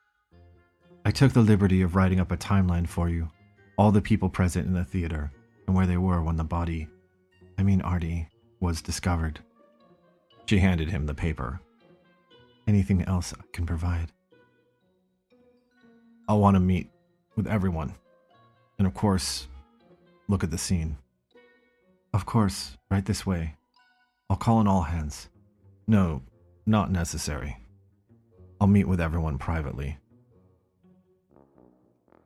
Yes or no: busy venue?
no